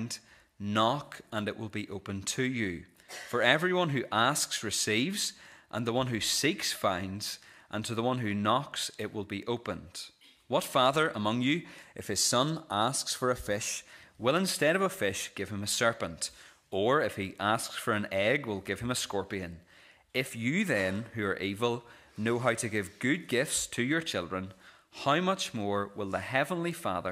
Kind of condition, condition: setting, large echoing room